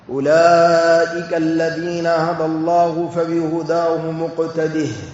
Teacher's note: قراءة الجمهور بهاء السكت وصلا ووقفا